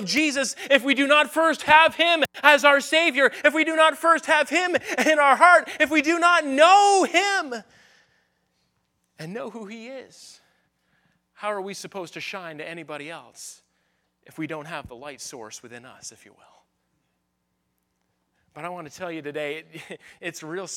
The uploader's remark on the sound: at the Focus Youth Conference on May 6, 2023, at Victory Baptist Church in Boonsboro, Maryland